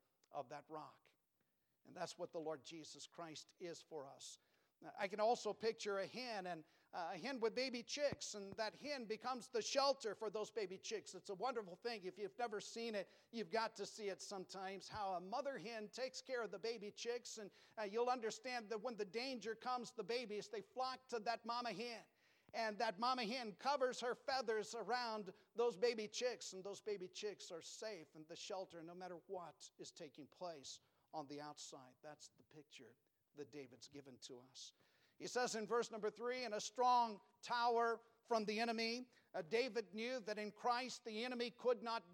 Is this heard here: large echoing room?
yes